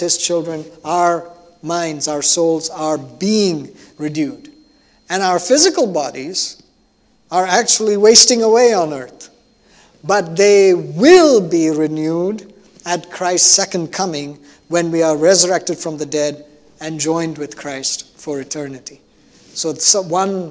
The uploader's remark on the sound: at New Life Fellowship Church, Concord, NC, on Sunday, January 9, 2022